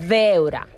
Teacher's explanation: al País Valencià, la B baixa sí que es pronuncia veure, marcant com la B baixa amb els llavis.